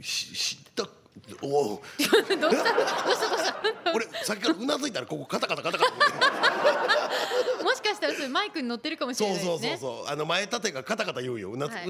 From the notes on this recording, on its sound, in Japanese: 公開収録回〉。甲冑でラジオをする人は初。昔の作り方をしたらガチャガチャ音はしない。